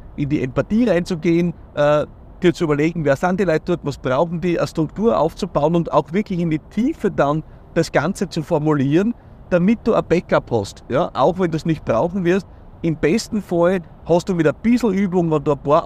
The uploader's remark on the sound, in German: in einer etwas anderen Location: Direkt aus dem Auto nach einer Keynote!